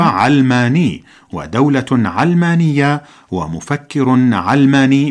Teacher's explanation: والصواب هو علماني، ودولة علمانية، ومفكر علماني بفتح العين، نسبة إلى كلمة العلم بفتح العين وتسكين اللام، ومعناها العالم بفتح اللام، وهو الخلق كله.